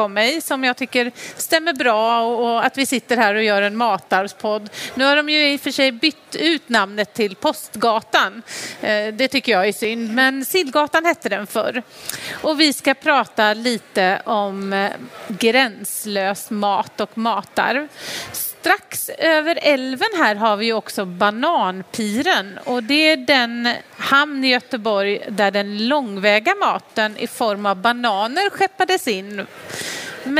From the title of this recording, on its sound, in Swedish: Livepodd från Vetenskapsfestivalen